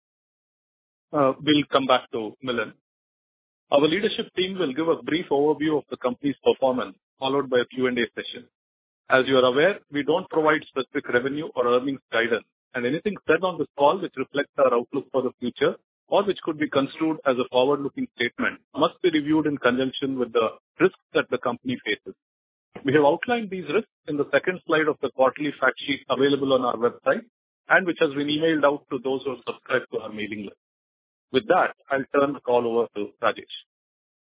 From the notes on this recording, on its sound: Audio recording of results discussion/conference call.